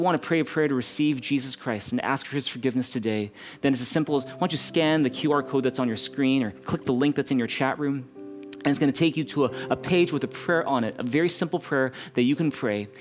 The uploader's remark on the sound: Streamed on March 20, 2022 at THRIVE Church Vancouver, Canada